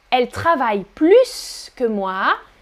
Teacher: Comparaison sur le verbe, je prononce le S.